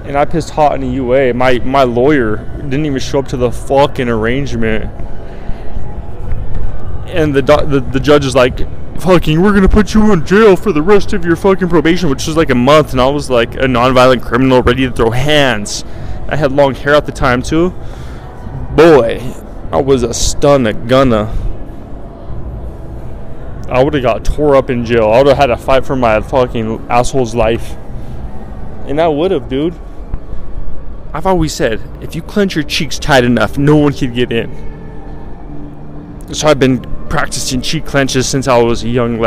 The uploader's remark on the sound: LIVE from RESORTS WORLD